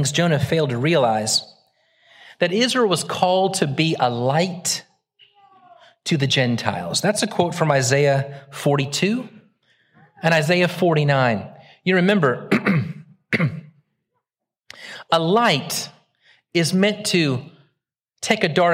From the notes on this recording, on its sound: Originally preached at the West Side Church of Christ (Searcy, AR) on July 9, 2023.